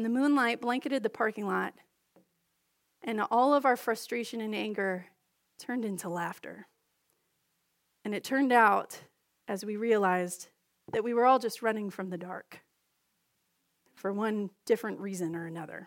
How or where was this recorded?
large echoing room